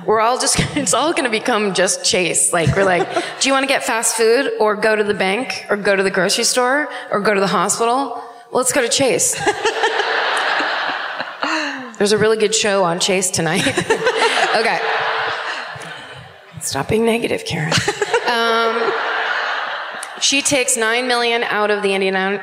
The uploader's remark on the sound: Live at the Old National Centre in Indianapolis